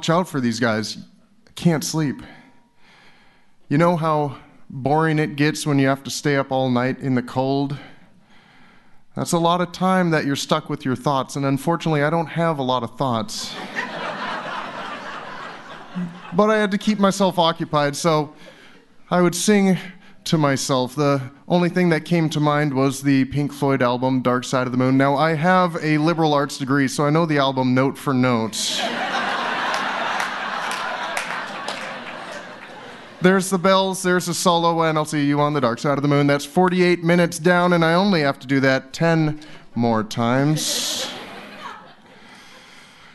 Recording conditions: live audience